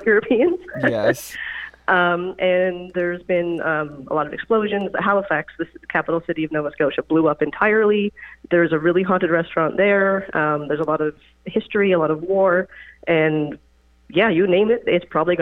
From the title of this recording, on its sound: Listener Phone Call Extravaganza